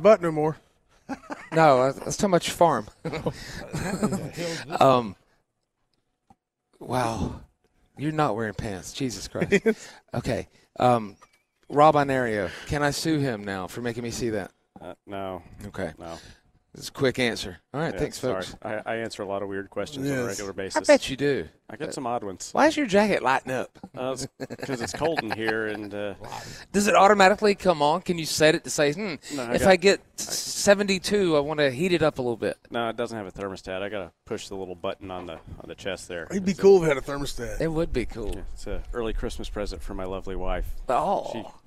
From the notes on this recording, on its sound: WE ARE LIVE FOR HOUR TWO AT THE BON SECOURS WELLNESS ARENA